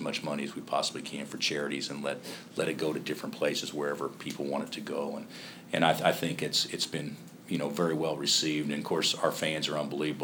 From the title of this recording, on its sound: Press Conferences & Post-Game Interviews